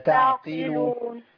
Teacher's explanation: والقاف مكسورة يبقى تعقلون كله مرقق عندي، القاف ضعيفة فيبقى فيها شبه ترقيق شوية